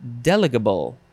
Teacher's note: the emphasis is on the first syllable